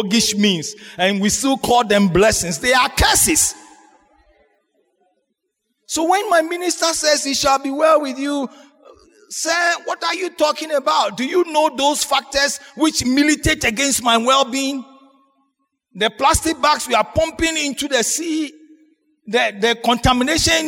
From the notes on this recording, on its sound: Sermon preached at CBC Shiashie Campus